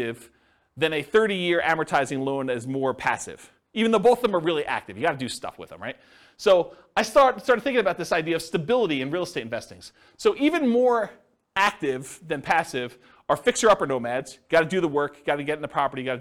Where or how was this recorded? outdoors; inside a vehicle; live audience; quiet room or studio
live audience